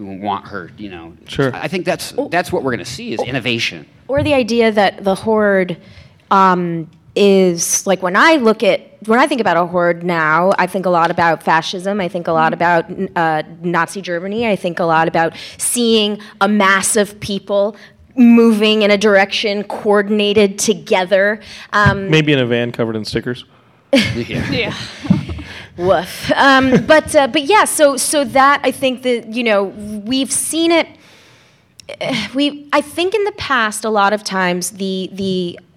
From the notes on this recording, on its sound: LA Comic Con 2018! Geekscape gathers a panel of experts at Los Angeles Comic Con.